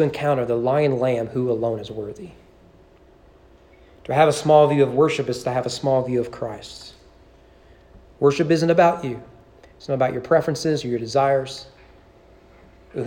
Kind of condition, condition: setting, large echoing room